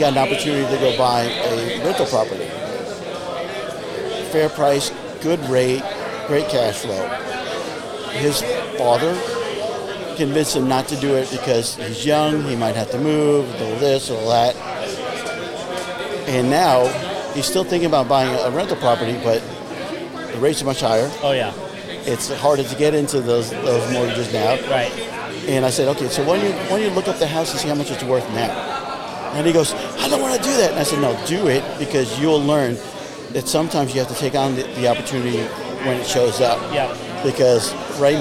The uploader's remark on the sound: We are live at the Net networking event in Conroe, TX. We are here at Moco Food Hall, and it's an awesome place with a coffee shop, burger place, cajun place, and an asian place - all air conditioned and out of the rain.